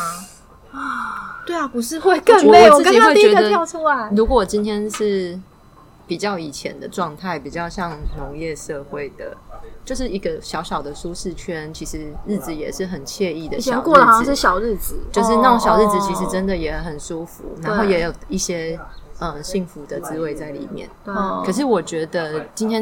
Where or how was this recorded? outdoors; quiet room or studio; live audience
outdoors